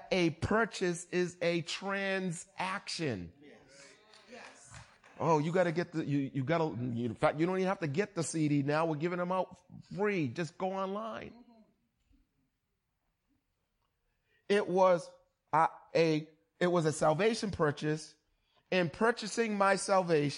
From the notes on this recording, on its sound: Recorded on 20160522 at the 08:30am Service.